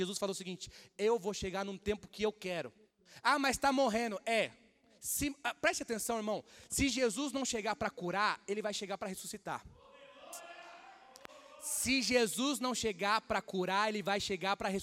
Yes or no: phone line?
no